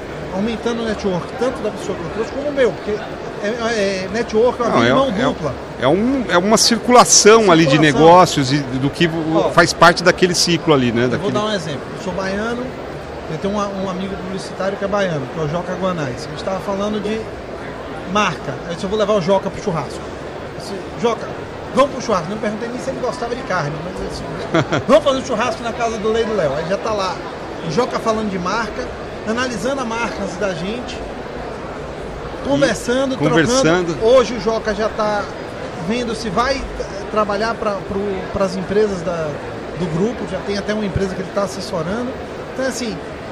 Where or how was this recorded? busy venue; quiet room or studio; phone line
busy venue